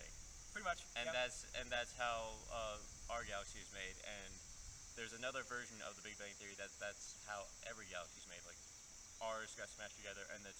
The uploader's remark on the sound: we decided to record on an island in a river today so it might be hard to hear and you might hear other noises